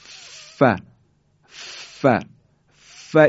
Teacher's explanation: حرف فا از برخورد دندانهای بالا روی لب پایینه